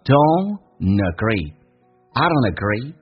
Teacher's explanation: Don't 跟 agree 有一个连音，NT 组合用 in 可以连音，叫 don'tagree。